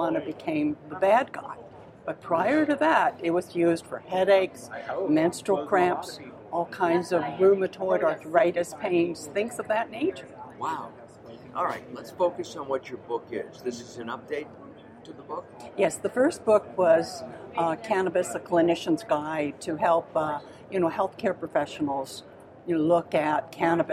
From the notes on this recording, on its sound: LIVE from Supple Side West in Las Vegas